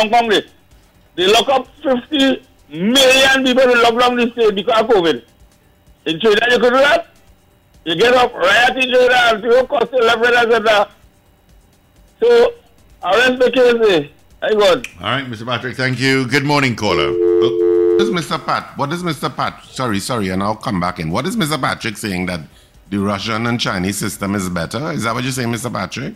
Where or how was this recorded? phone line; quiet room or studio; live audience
phone line